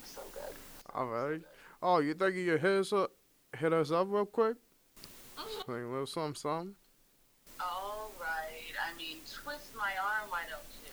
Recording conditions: poor sound quality